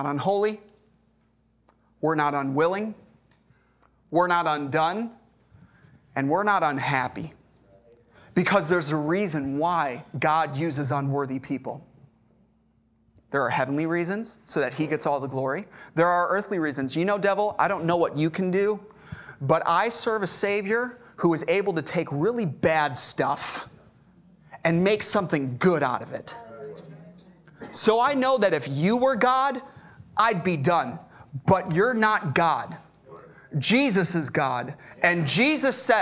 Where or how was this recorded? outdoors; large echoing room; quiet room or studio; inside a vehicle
large echoing room